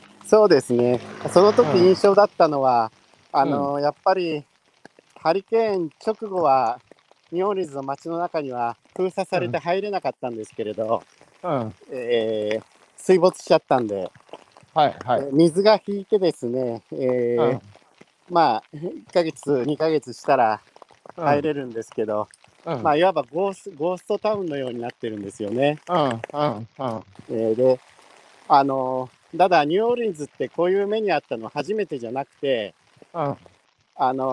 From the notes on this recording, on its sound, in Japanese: 歩きながら1時間、対談する